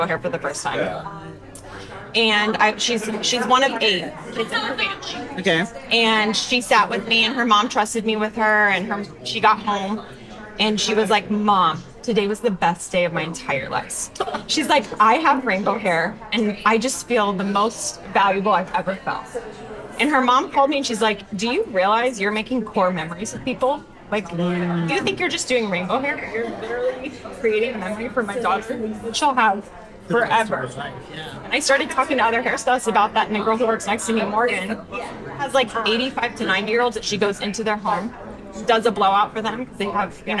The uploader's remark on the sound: Live From Strategies TBX23. This "Live From..." bonus episode was edited and mixed by Audio Z.